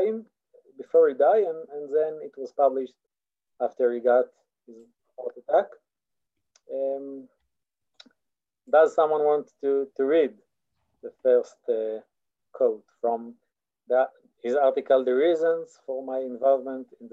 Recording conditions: video call